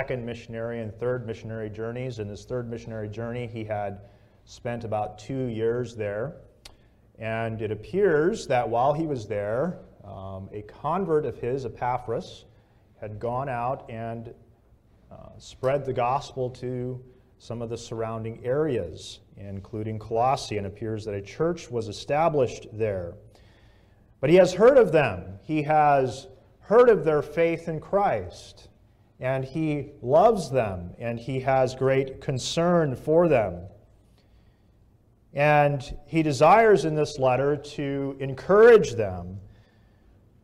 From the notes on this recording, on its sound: This message was preached at Bethel Community Church, Sarasota, FL.